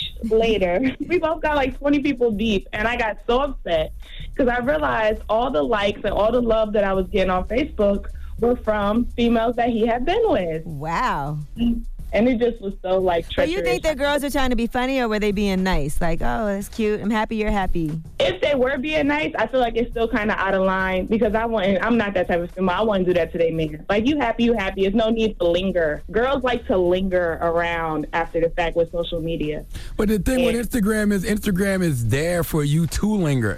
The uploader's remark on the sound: we opened up the phone lines